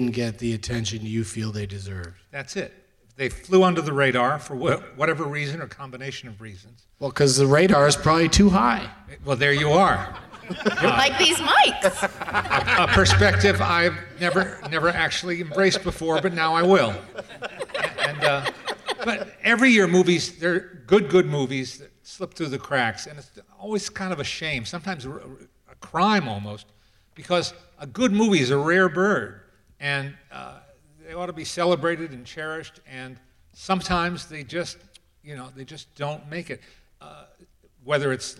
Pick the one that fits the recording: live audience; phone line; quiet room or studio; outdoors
live audience